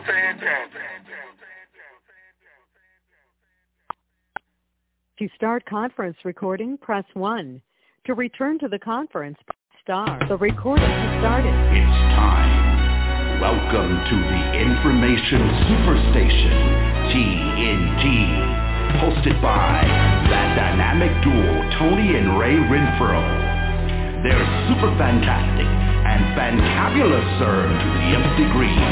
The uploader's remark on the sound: TNTSuperfantastic Conference Call.